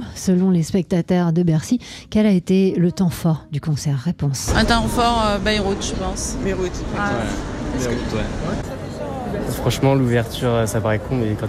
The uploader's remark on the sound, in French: Bercy. Ce matin, on réécoute des extraits du concert qui a réuni quelques 500 musiciens, amateurs et professionnels. Son public, qu'on a interrogé à la sortie du concert. En direct des coulisses l'Accor Arena.